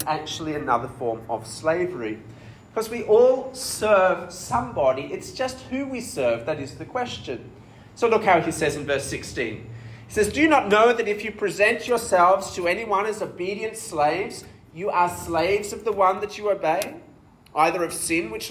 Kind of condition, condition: setting, large echoing room